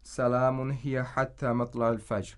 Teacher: And since we're stopping on this verse and not continuing and not connecting it to the next surah, the kasra of ra in al-fajri is not pronounced